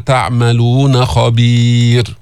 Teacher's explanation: سكنت الراء وقفا وقبلها ياء ساكنة، فإذا هي مرققة